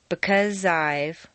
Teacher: the z sound at the end of because and the I sound of I blend together smoothly · Term: Liaison Rule 1